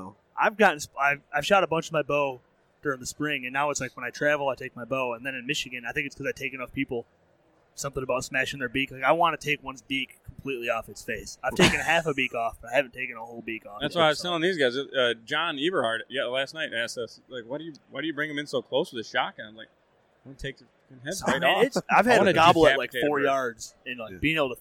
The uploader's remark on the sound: in their booth at the Outdoorama Outdoors show in Novi Michigan